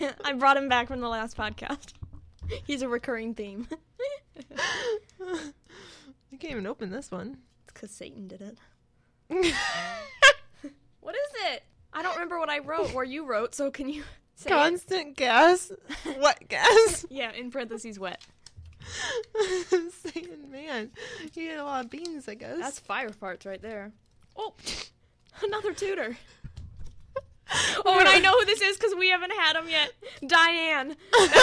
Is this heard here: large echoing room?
no